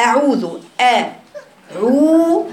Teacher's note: الهمزه دي من اقصى حلقك، حرف قوي في جهر باين، ما تجيش تقولي لي اعو وتتوبي كده في الهمزه تقولي اعوذ اقول لك ده الحرف ده شديد والحرف ده بيجهر والحرف ده قوي والحرف ده أقصى ما أقصى الحلق، ما ينفعش تجيبيه عايم كده تقولي ده مسهل، يعني ده بين بين ده بين بين.